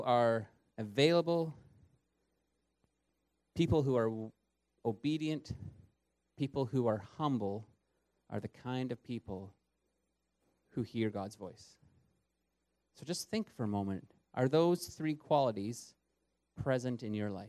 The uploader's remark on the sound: At THRIVE Church Vancouver, Canada.